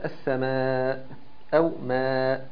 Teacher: الهمزه جت بعد حرف المد في كلمه واحده، يبقى مد واجب متصل ومد مقدار 4 أو 5 حركات